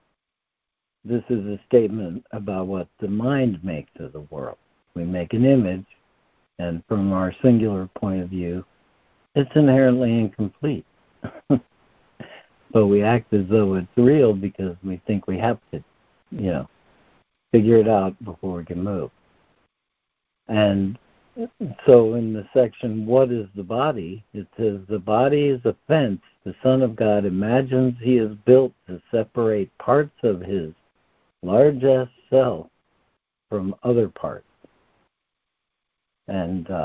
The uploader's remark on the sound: ACIM Daily Conference Call